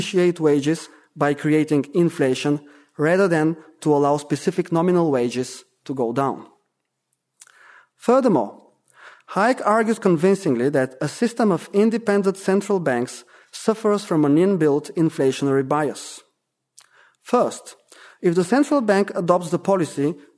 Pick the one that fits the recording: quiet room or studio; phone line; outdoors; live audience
live audience